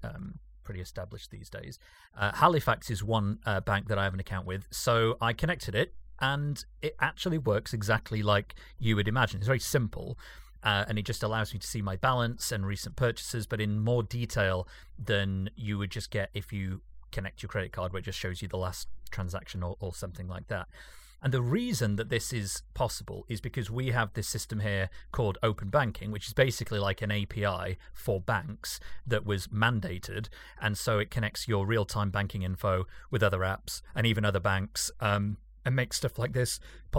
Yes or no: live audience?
no